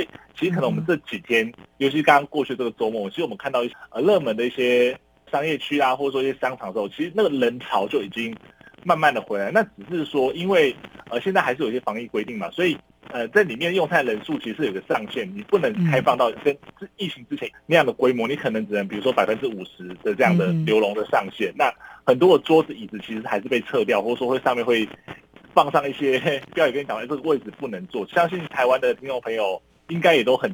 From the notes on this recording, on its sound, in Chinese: 連線訪問中央社駐上海記者